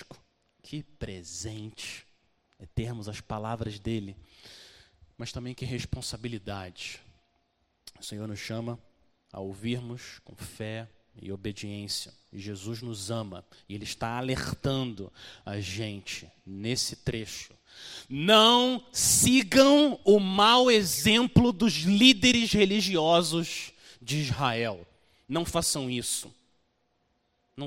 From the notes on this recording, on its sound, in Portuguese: Mensagem gravada na Igreja Batista Jardim Minesota